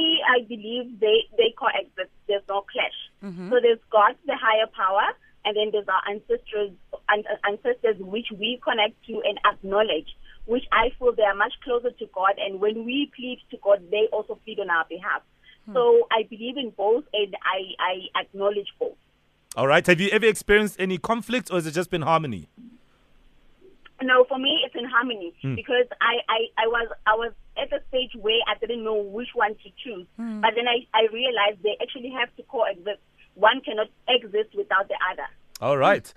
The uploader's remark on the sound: PHONE INTERVIEWEE. Pietermaritzburg.